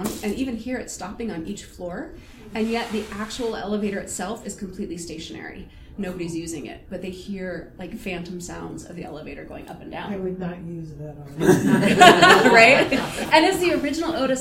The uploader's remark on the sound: Recorded live March 10, 2023 at Wild Wild West Con. Salon.